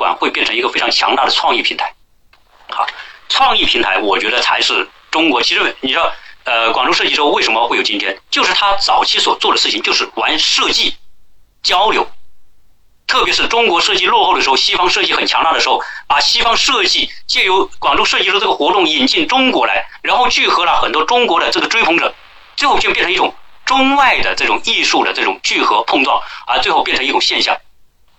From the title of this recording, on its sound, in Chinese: 转录内容音质差